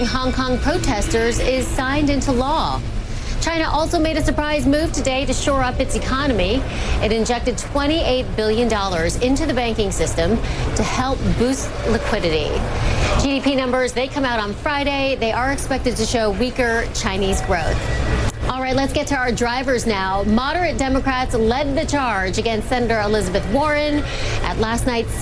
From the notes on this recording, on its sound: live from the New York Stock Exchange